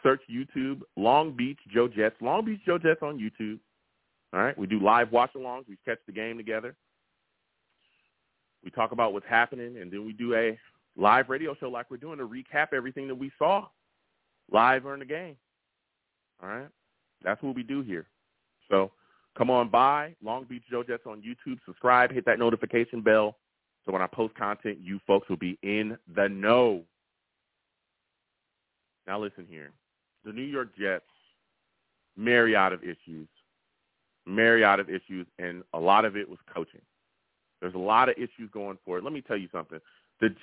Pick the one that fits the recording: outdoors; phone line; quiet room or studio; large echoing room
phone line